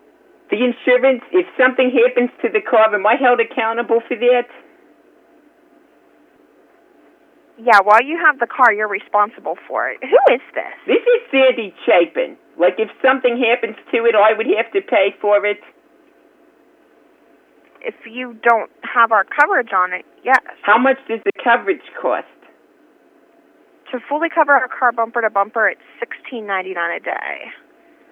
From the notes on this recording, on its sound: …'s Personal Prank Phone Calls Collection.